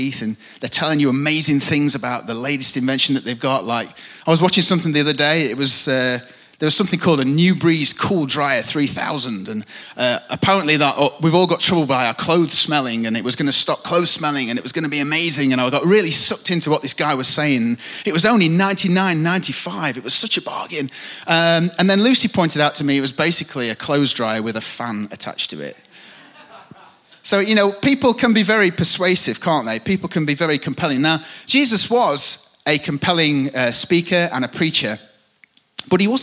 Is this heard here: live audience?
yes